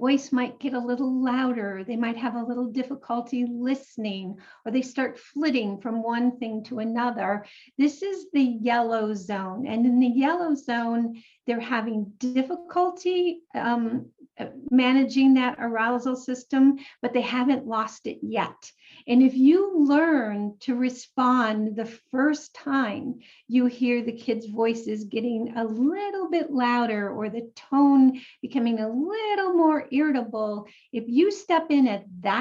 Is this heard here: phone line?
no